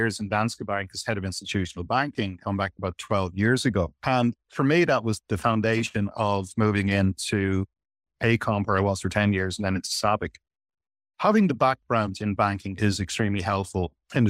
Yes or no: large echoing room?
no